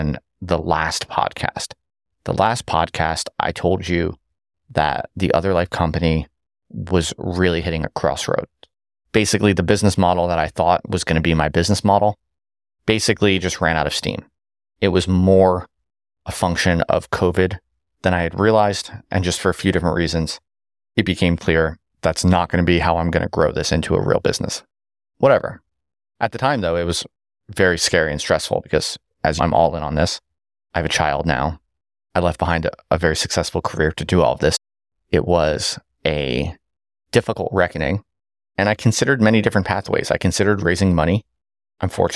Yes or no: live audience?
no